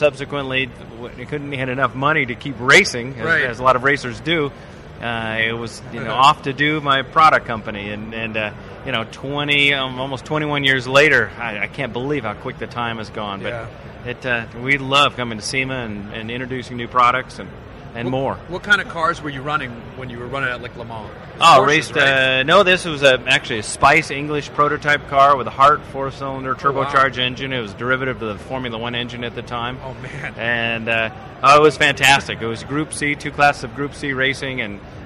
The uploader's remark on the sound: We're live from the SEMA show floor.